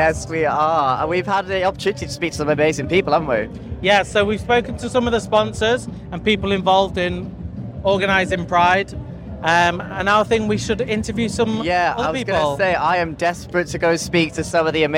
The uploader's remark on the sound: Recorded LIVE at the highlight of our year- Chester Pride 2023!